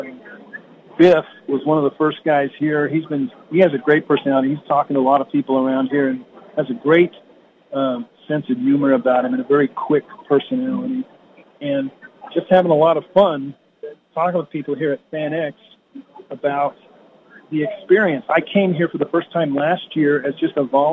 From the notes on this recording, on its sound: Live at the FanX Convention in Salt Lake City